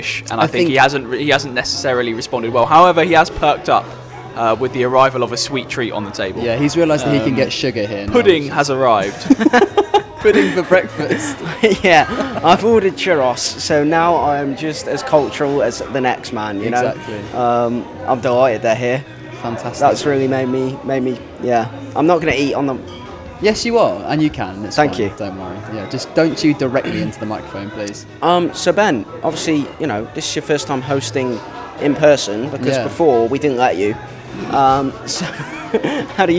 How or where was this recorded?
busy venue